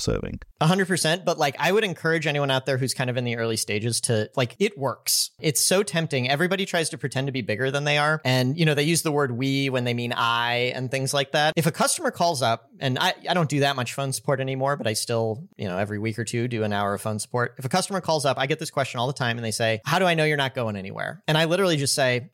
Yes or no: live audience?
no